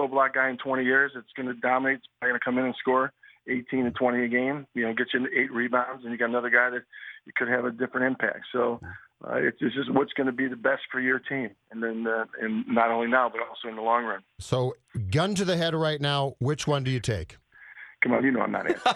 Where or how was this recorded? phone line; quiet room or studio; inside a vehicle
phone line